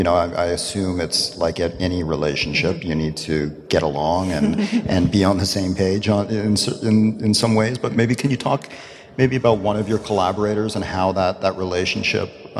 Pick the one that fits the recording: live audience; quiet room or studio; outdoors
live audience